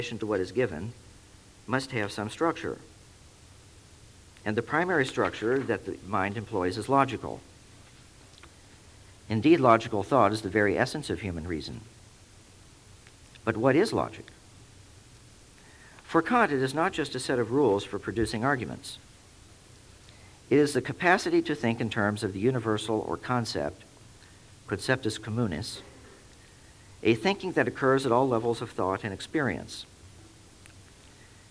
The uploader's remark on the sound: Recording of a lecture delivered on April 9, 1999. As part of the Formal Lecture Series.